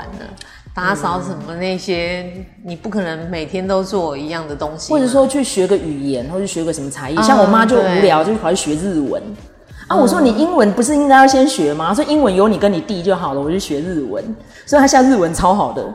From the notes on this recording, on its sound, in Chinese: 本次錄音地點是社區健身房(空曠音請包涵)